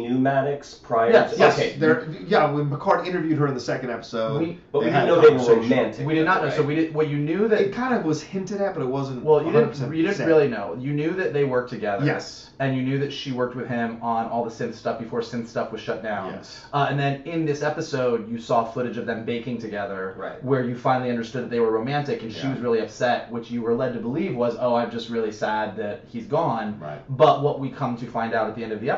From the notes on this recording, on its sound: AUDIO UPDATE: HAD TO USE THE CAMERA AUDIO INSTEAD OF OUR MICS AUDIO, THE H6 AUDIO WAS DAMAGED.